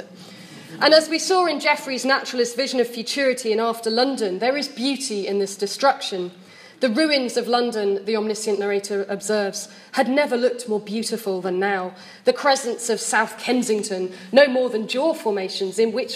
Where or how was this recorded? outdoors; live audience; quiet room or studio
live audience